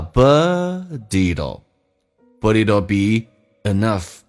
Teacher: T 跟 L 在美式发音发 D 跟 L，but 跟 it'll 可以有个连音